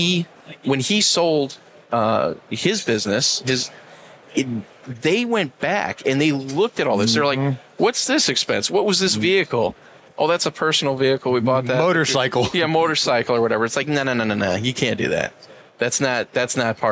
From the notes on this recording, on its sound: Recorded live at the John Deere booth during the 2023 Equip Exposition.